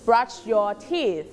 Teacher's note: THนะคะเราจะใช้ลิ้นนะคะแตะที่หลังฟันบนแล้วก็ปล่อยลมออกมา